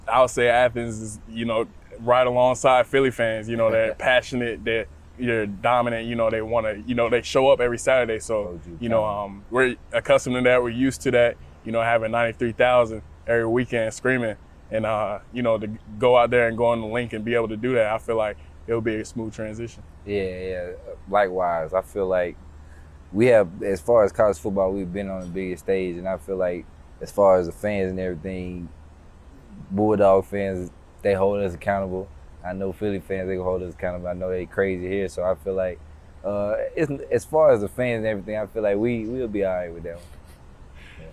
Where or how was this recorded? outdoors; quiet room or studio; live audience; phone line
outdoors